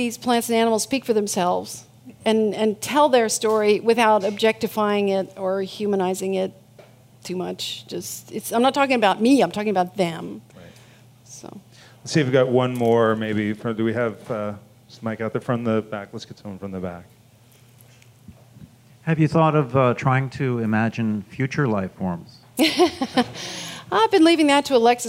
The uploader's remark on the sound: These hour long talks are recorded live at The Interval, our bar, cafe, & museum in San Francisco. The Long Now Foundation's “Conversations at The Interval” Salon Talks.